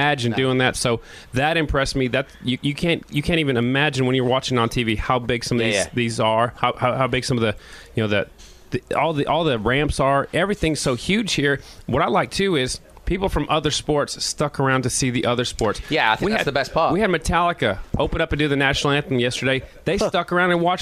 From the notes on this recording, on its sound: Live from Circuit of The Americas.